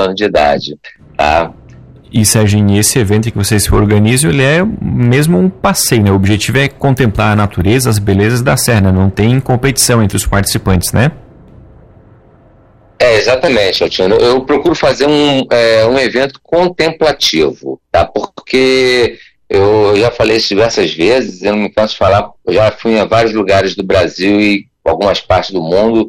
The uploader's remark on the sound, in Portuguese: Em entrevista por telefone ao Cruz de Malta Notícias 2ª edição.